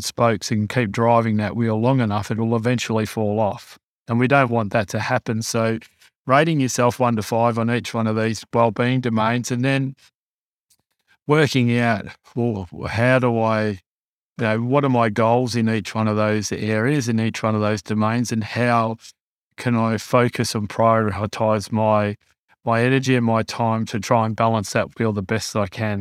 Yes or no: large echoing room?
no